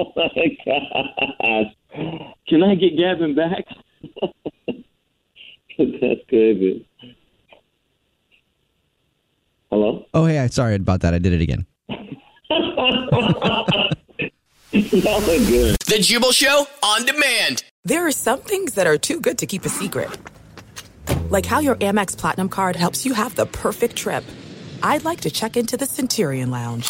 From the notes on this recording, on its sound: In today's Phone Prank